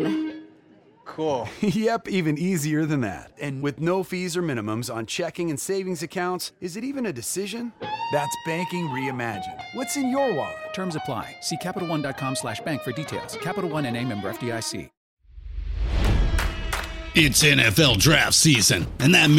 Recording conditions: busy venue